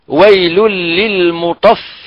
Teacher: الفاء من باطن الشفة السفلى مع أطراف التنين العليا، هذا مخرج الفاء.